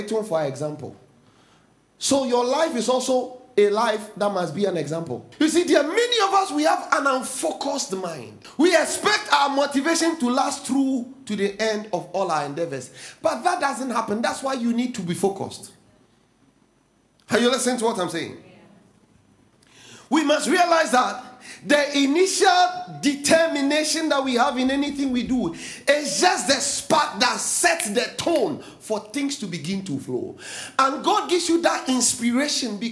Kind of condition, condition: setting, large echoing room